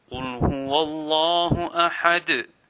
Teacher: the Lam of Allah subhanahu wa ta'ala is pronounced with a full mouth, and we have a qalqala at the end of the ayah.